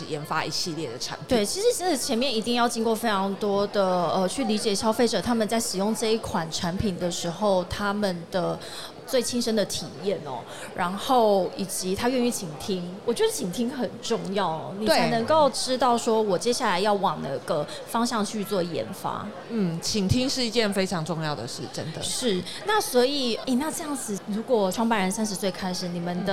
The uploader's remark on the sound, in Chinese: 2022 Taipei Cycle台北國際自行車展-Live Podcast